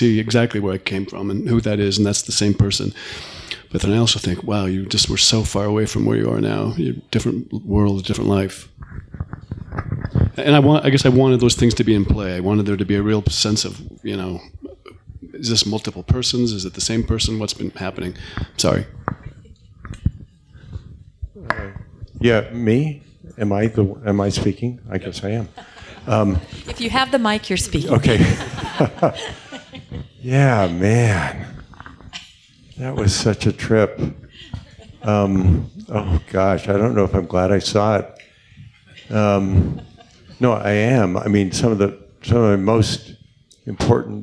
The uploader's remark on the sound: The podcast is the recorded pre-show and Q&A.